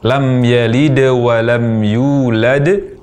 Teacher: huruf dal bersukun, diucapkan dengan qalqalah atau ada suara pantulan dari huruf dal